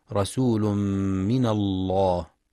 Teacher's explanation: مطهرة، ينتبه القارئ لإدغام التنوين في الميم، رسول من إدغام بغنة، ولتغليظ لام لفظ الجلالة رسول من الله لأن ما قبلها مفتوح